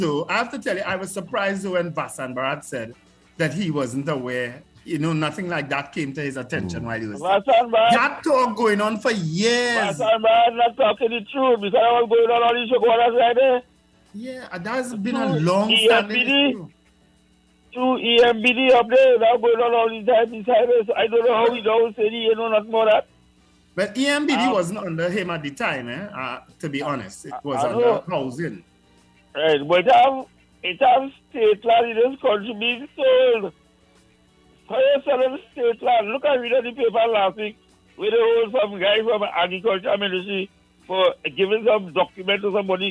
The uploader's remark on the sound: we take more calls from the audience